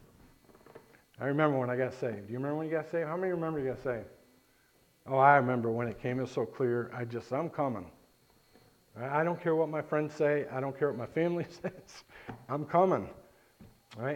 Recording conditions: large echoing room